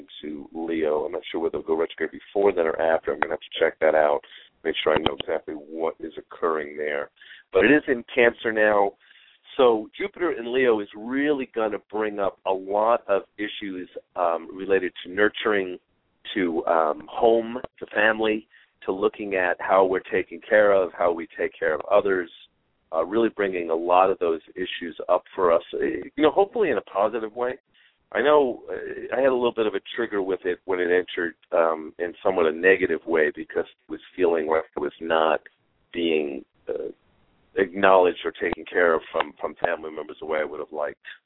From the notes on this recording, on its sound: We will also open the phone lines today about halfway through the 45 minute show.